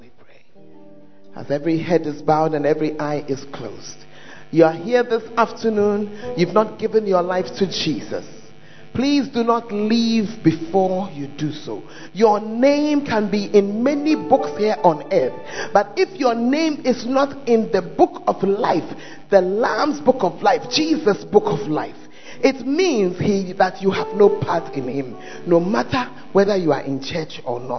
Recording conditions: large echoing room